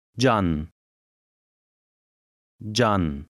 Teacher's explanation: The Turkish letter that looks like a C has a J sound, as in the English word jar.